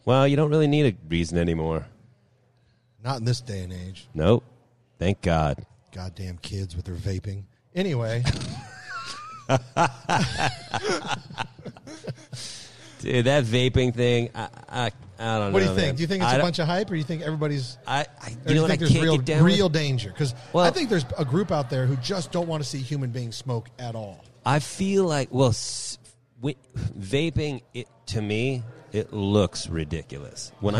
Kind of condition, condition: setting, busy venue